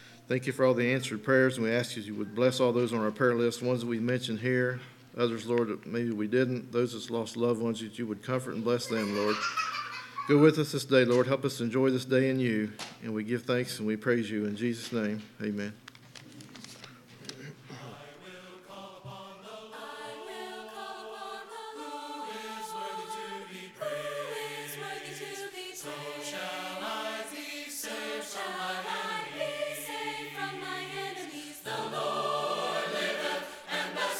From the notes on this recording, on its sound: LIVE Services at Sunshine.